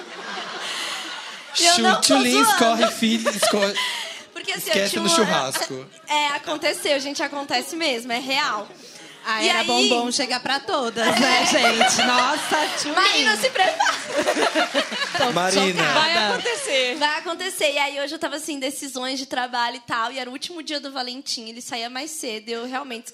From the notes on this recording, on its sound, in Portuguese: Especial de Natal ao Vivo.